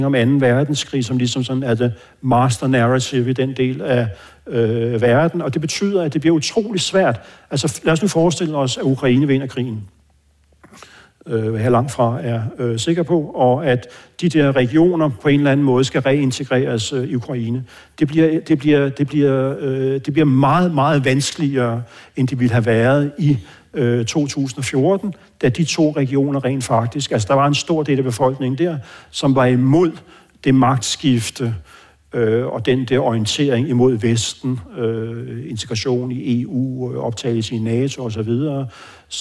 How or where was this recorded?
live audience